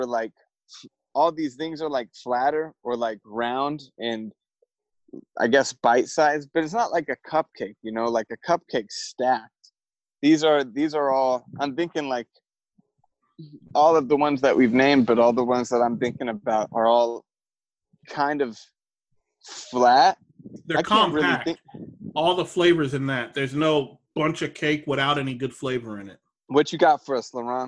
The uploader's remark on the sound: It was also recorded completely on the fly and without preparation at all. A lot of audio issues.